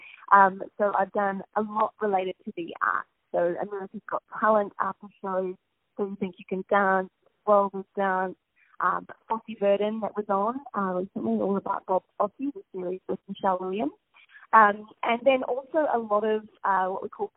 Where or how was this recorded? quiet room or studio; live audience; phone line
phone line